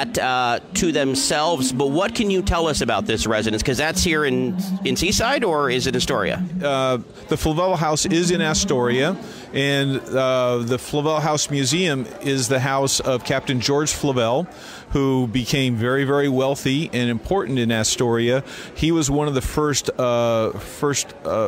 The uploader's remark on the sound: From the Oregon Ghost Conference in Seaside, Oregon